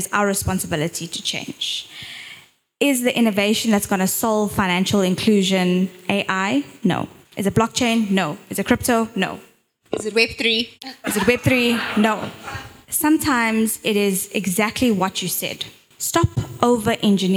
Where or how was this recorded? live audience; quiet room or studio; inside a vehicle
live audience